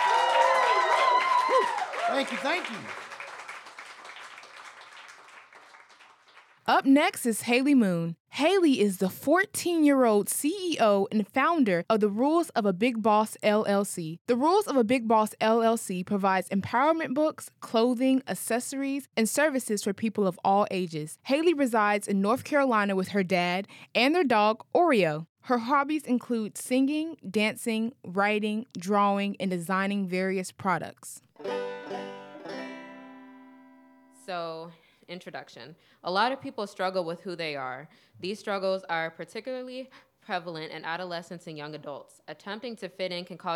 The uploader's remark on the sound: Each episode of Crash Radio features local musicians, writers, and storytellers presented as a live event in Asheboro, NC, which is then edited for broadcast. This episode was recorded live in The Table.